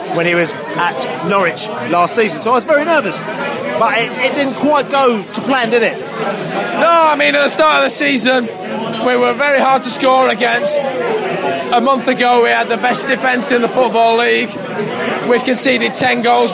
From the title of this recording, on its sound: Post-Match Podcast from the pub